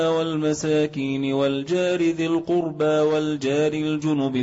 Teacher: حرف الجيم يأتي بها جيما صحيحة شديدة محبوسة الصوت